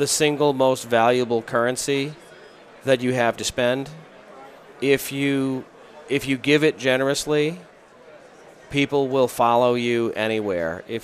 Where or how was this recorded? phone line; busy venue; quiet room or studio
busy venue